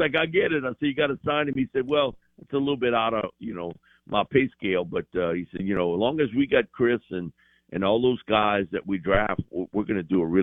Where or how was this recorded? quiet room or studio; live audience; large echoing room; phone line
phone line